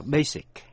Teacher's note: nhớ âm S, không đọc là âm Z